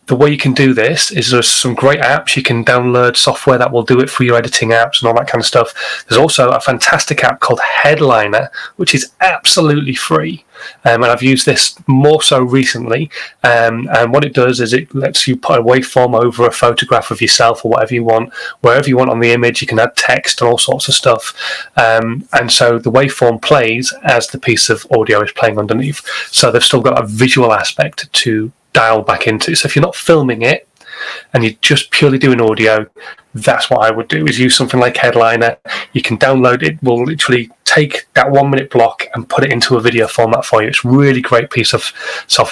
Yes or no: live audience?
no